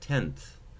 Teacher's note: The N in tenth, it doesn't have to be at a word boundary, is going to be dentalized.